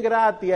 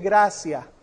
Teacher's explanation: Lo curioso es que hay muchas palabras que tienen la T y la I y la T se pronuncia como si fuera una S · Shown in: second take · Como si, como si fuera TS antes de eso, como si fuera gracia.